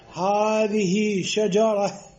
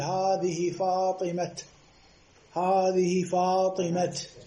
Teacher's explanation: بس وقفت عليه حذفت الحركة الإعرابية وحذفت التاء حولتها إلى هاء ساكنة · Shown in: first take